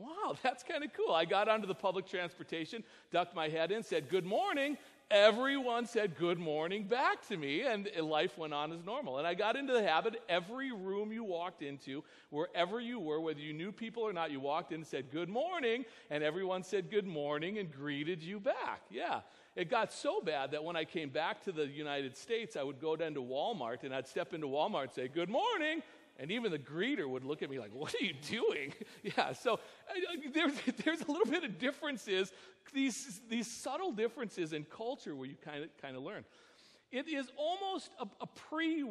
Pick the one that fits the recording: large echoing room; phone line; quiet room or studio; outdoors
large echoing room